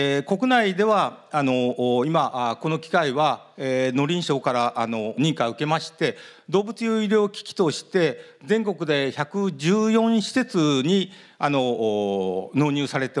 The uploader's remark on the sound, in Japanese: 東京・東銀座の時事通信ホールで行われた「ラジオNIKKEI 相場の福の神 注目企業ＩＲセミナー」